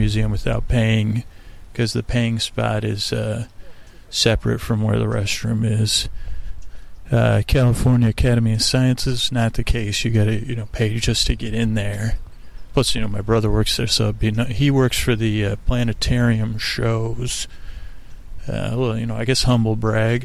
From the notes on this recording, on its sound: On Location at Golden Gate Park. We crawl across the park meandering from one place to another live on dullcation. The show starts with an echo and ends will a birdcall.